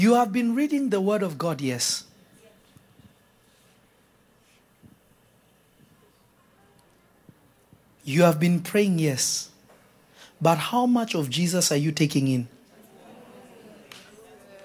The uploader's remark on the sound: This Episode was recorded live on June 26 at Revelation Church in Simi Valley, CA.